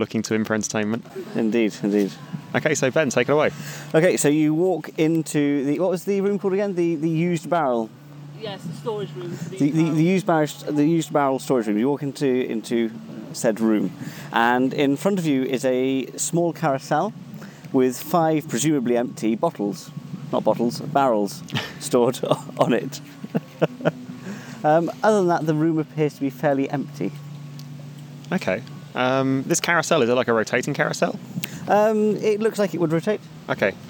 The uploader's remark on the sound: This week we're coming to you liiiiiiive from the Frocester beer festival ! This week we're coming to you liiiiiiive from the Frocester beer festival ! It's an awesome annual festival, and we did a recording there because why the heck not eh?